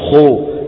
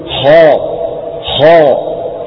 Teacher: خلطت الألف بإيش؟ بواو، فخرج معك صوت مخلوط من الألف بالواو · Shown in: first take · خالدين فيها، لا يصح أن تقول خو بل تقول خا خا.